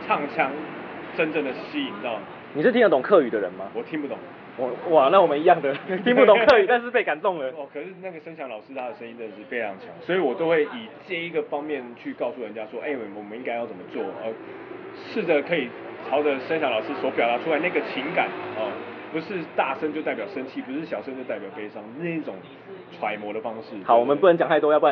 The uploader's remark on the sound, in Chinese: 錄音地點：台南 牽咖啡 Chen Coffee